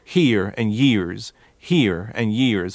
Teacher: But when he says here and years, he's dropping those R's, whereas someone from Appalachia would force those R's